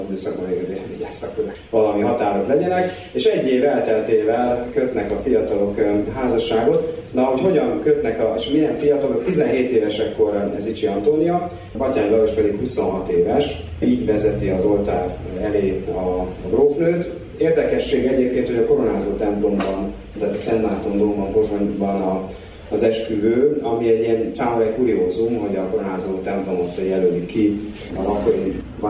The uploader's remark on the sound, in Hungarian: A hangfelvétel a VM4K konferenciáján készült.